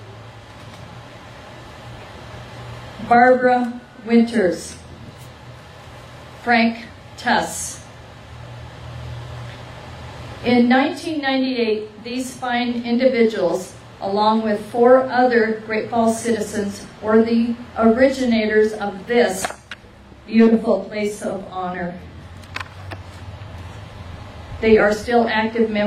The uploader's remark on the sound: Members of the Montana Veterans Memorial Association held the Memorial Day Ceremony on 2 p.m. Youth assigned to local Boy Scout troops lead the participants and audience in the "Pledge of Allegiance."